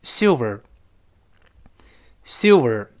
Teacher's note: L 如果不跟其他元音拼的时候，变成 O